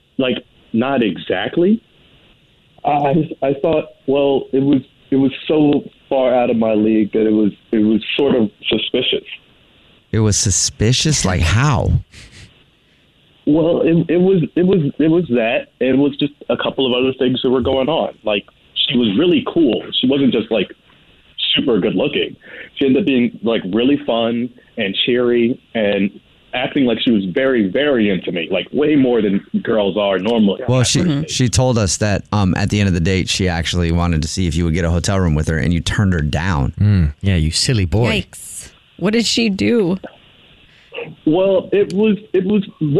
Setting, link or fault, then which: link, phone line